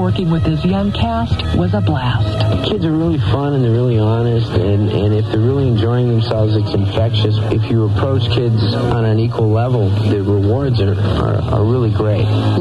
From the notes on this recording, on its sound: take your phone calls